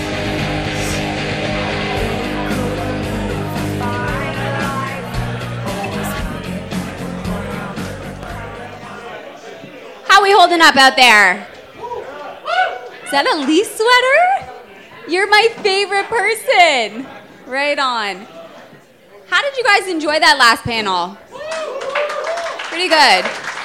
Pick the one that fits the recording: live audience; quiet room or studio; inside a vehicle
live audience